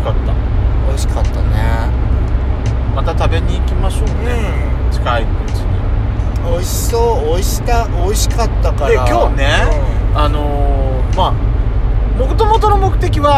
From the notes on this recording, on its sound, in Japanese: ドスドライブ収録。ロードノイズゴメンね。